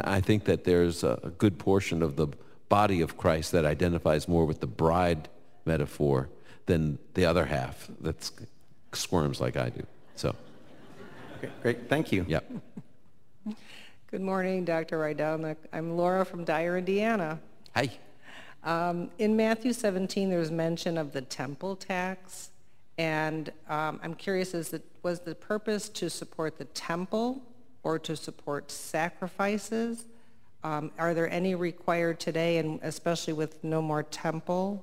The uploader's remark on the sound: Live from Indianapolis. He’ll take questions from our live audience.